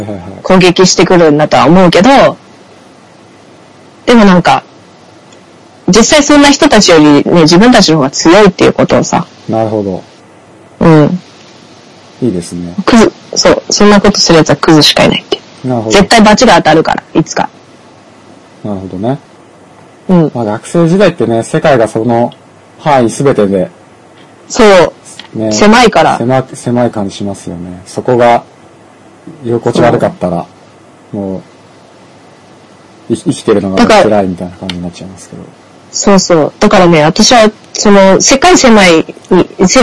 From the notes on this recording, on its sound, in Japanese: 収録環境及び音声圧縮の影響で今回はお聞き苦しい音質になっており申し訳ありません